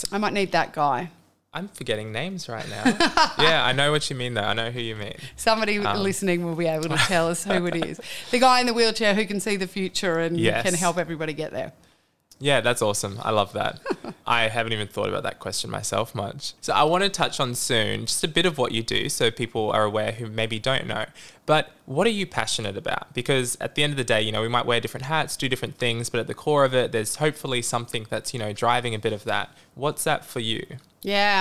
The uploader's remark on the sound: This episode was recorded in June 2023 at the Tropical Innovation Festival in Cairns QLD